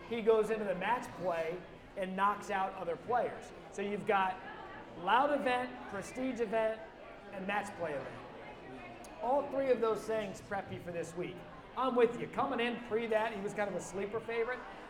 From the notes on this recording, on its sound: Live from Augusta. Live from Savannah River Brewing Company.